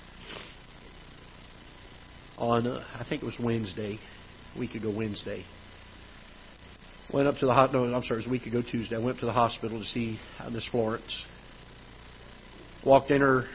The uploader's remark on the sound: Ketha Heights Baptist Church ~ Live Broadcast